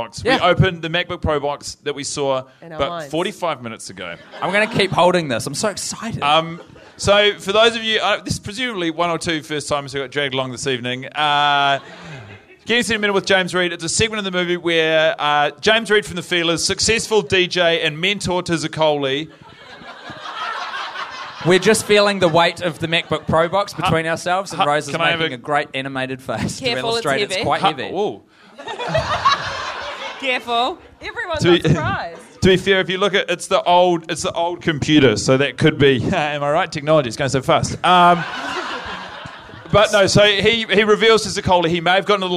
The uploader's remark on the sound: a one-off Little Empire extravaganza taped live in Melbourne, Australia